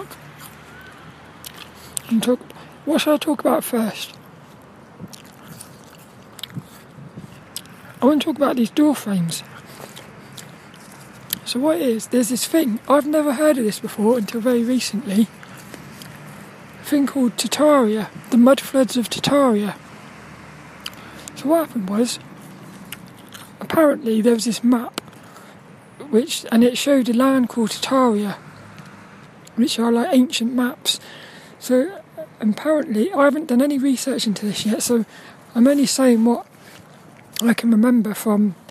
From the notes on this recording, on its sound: This 'About The Tings' episode is a Walk and Talk